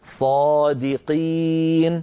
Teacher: أن ننطق قاف صافية ليس فيها شيء من الكاف